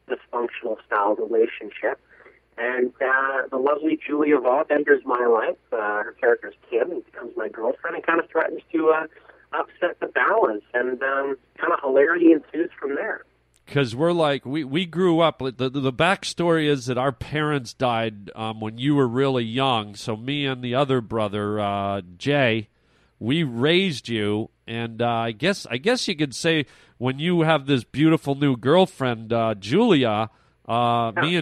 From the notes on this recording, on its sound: A phone call